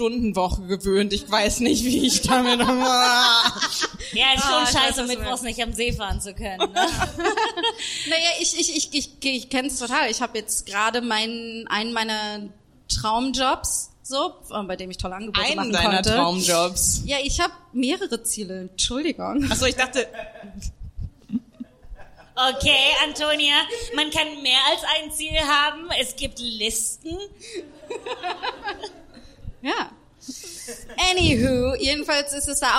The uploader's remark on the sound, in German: Haben wir auch das allererste Mal im Comedy Café Berlin LIVE aufgezeichnet. Wir haben an dem Abend 280 Euro Spenden für das Diversity-Programm vom Comedy Café eingenommen.